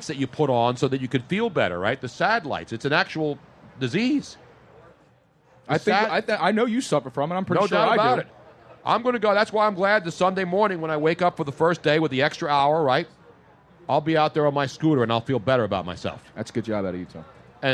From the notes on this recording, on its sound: LIVE from the Original Tony Luke's in Sphilly for an A.B.A.T.E. MarineCorp, ToysForTots Event.